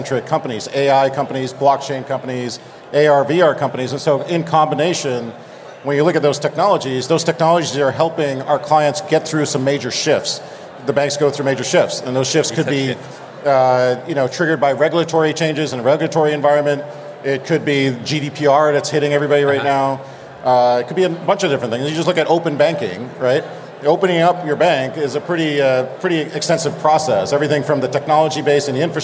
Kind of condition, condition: setting, busy venue